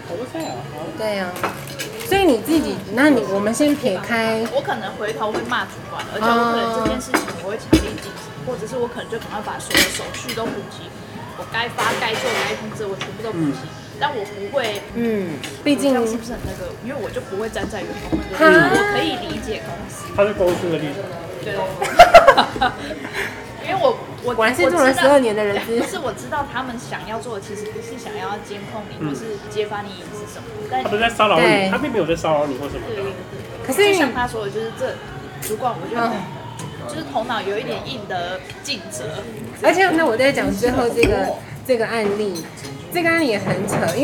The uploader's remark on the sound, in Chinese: Lane 72 Bistro 英式餐酒館。本集首次嘗試在餐酒館內錄音。